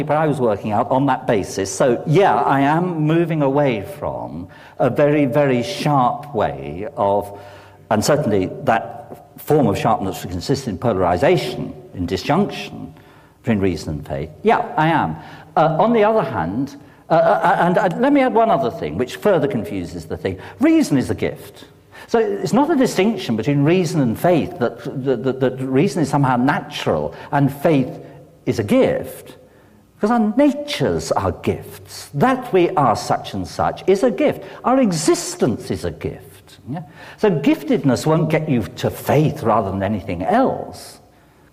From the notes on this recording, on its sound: delivered this lecture on May 14, 2008 at Swift Hall